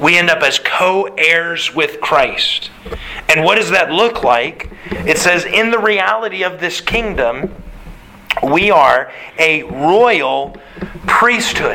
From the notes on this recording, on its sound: Sermon Delivered March 27th, 2022